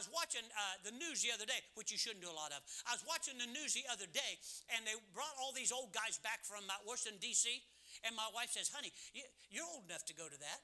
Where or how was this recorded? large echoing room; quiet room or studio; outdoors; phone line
large echoing room